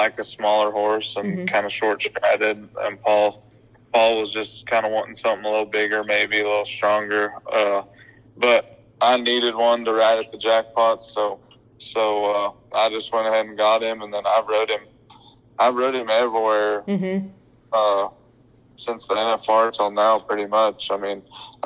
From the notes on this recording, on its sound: For a quick phone call interview.